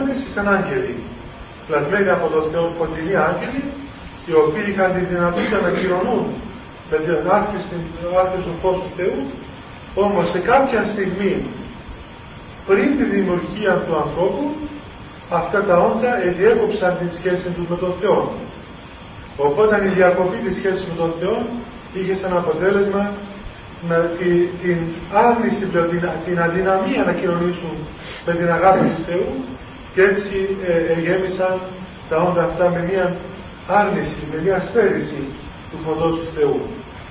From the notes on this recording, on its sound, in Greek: Η ηχογράφηση δεν είναι πλήρης. Λόγου τεχνικού προβλήματος η ποιότητα ήχου είναι χαμηλή.